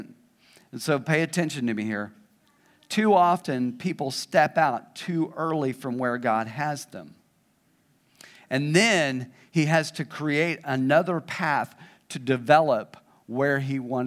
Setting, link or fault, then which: setting, large echoing room